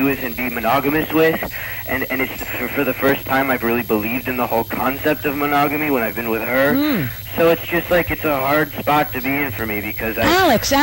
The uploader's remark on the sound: This is a caller on my Saturday night live show.